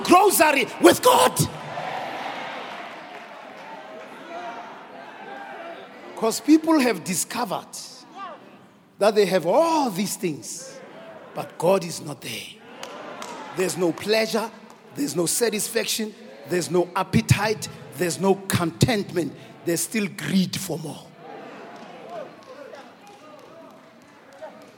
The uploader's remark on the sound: preached at Grace Bible Church Pimville on the 25th of December 2021